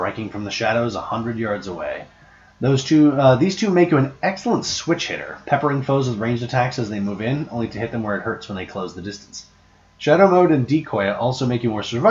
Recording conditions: poor microphone